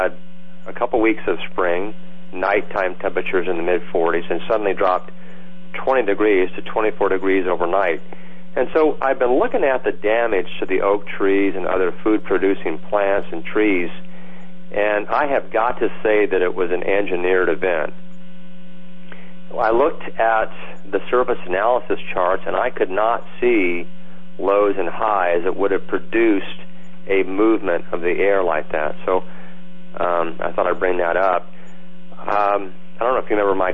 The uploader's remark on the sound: Open Phone line